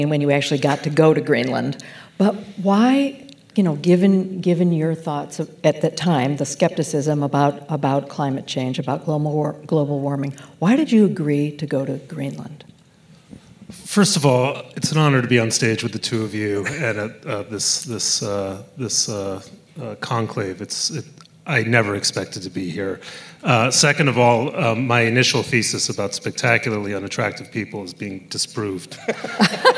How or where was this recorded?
live audience